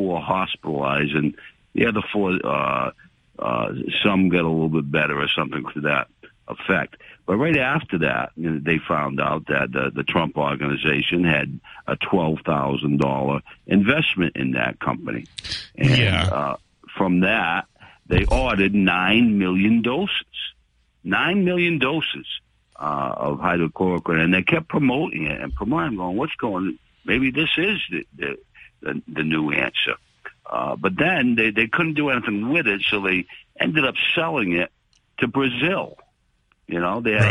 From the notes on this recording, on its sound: takes calls from the audience